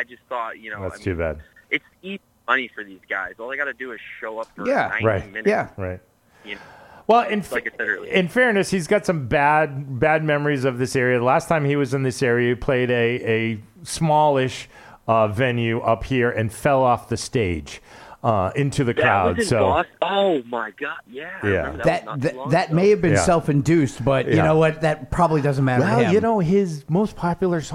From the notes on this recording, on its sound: Speaks via phone.